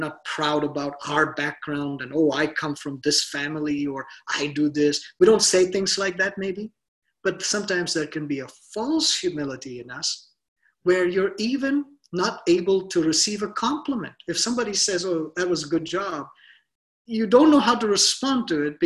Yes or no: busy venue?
no